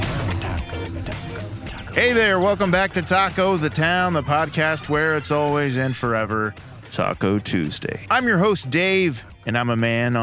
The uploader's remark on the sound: GUY’S BROADWAY BODEGA! On Location! To taste test the tasty tacos at the new GUY'S BROADWAY BODEGA in the Crossroads. At the confluence of Broadway and Southwest Boulevard.